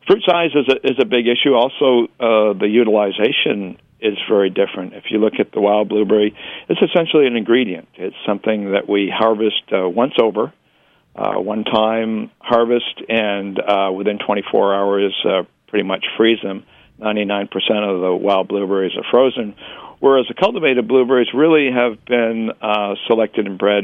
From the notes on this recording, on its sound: Via the phone lines.